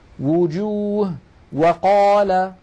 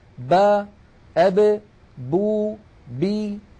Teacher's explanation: نلاحظ بأن الباء والميم بانطباق الشفتين، وأن الواو بانضمام الشفتين إلى الأمام مع بقاء فرجة بينهما. · Shown in: second take